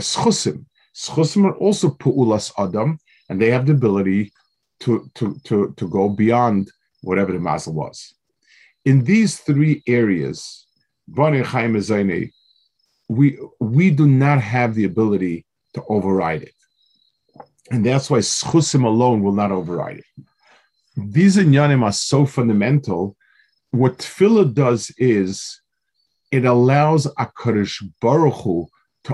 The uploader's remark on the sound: This shiur take place over Zoom on Motzei Shabbos.